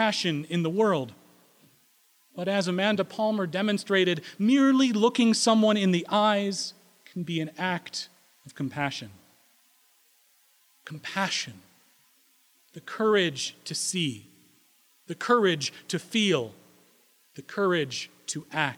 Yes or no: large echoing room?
yes